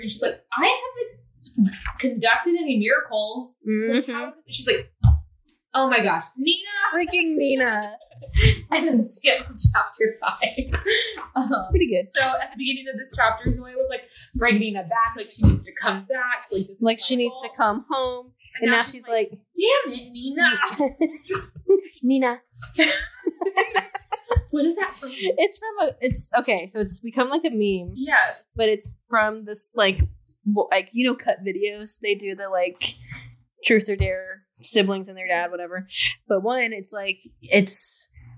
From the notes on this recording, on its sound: Please forgive echoey audio. Started using a new editing software and is still learning how to use it!